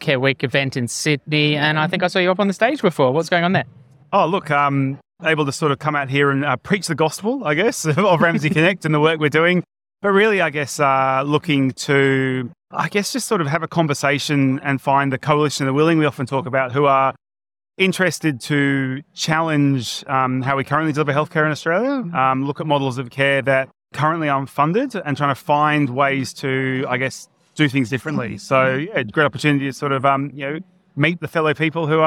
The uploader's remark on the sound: Australian Healthcare Week 2023 Feature Episode. Recorded at Australian Healthcare Week 2023.